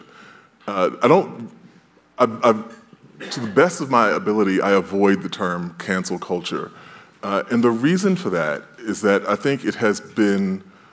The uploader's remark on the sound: panel from the 2022 Aspen Ideas Festival